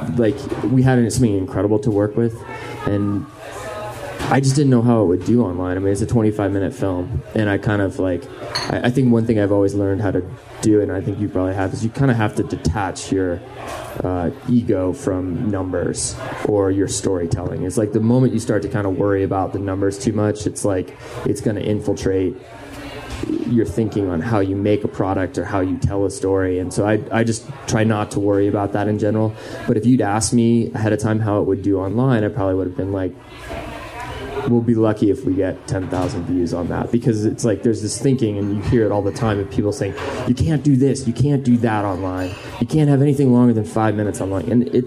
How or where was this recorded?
busy venue